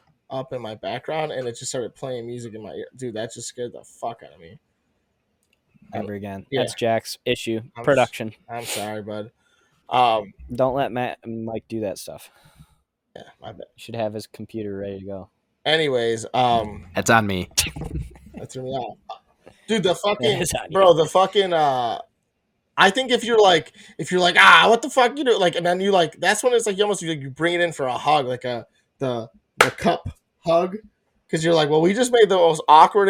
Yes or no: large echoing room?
no